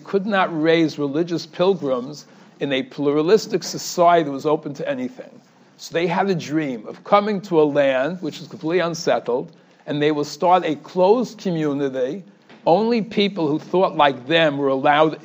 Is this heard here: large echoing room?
yes